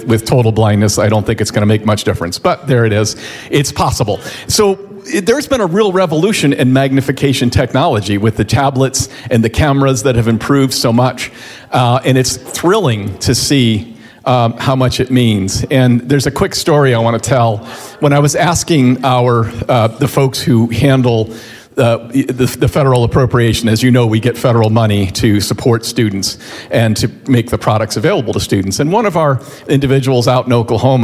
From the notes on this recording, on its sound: 2023 DC Leadership Conference Luncheon Speakers